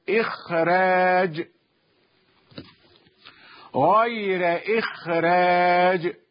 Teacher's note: الخاء ترقق الراء التي بعدها